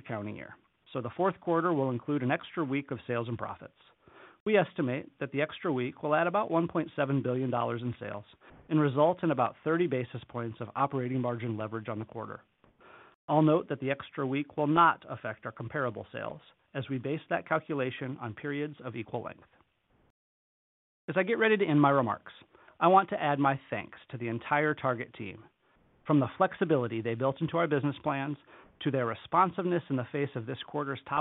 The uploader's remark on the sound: Q2 2023 Earnings Conference Call of Target Corporation.